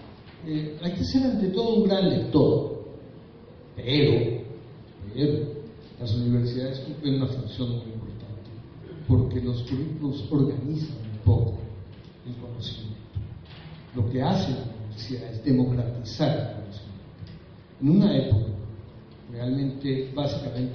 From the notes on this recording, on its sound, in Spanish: El conversatorio se desarrolló el 11 de noviembre del 2018 en la Casona Tristán del Pozo - Fundación BBVA Continental durante el Hay Festival Arequipa.